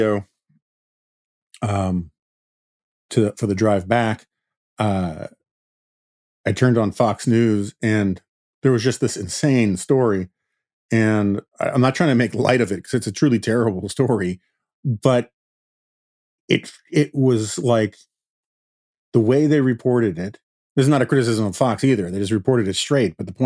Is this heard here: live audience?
no